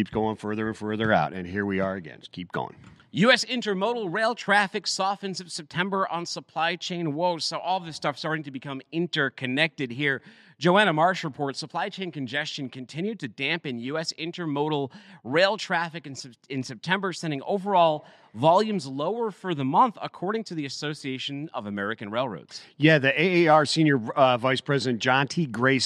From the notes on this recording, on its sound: live from the National Tank Truck Carriers conference in Dallas